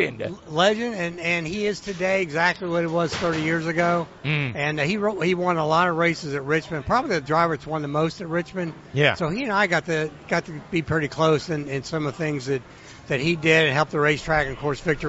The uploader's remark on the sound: joined live at the Daytona International Speedway